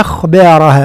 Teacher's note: تفخيم الخاء وحذاري من تفخيم الباء